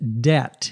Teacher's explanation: Notice the B is silent when we pronounce the word.